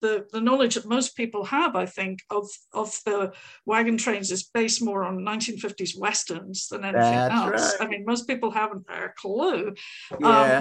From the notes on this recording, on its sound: Recently, I sat down (via Zoom)